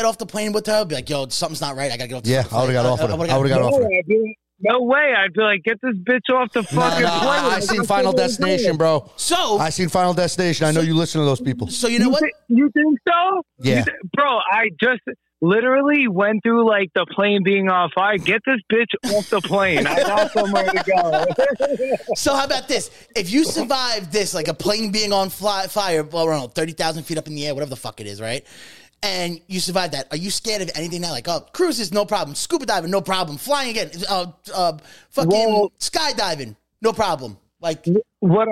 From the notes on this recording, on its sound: Take a phone call.